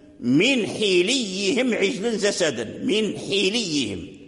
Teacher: مكسور من حوليهم، وكذلك الياء المشددة كذلك أيضا مكسورة من حوليهم، فأتبعوا الحاء المضموم كسراه لأجل كسرة اللام الذي بعد الحاء · Term: لغة الإتباع